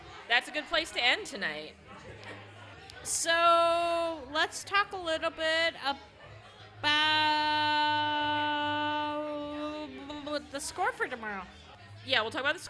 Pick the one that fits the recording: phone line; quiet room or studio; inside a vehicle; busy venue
busy venue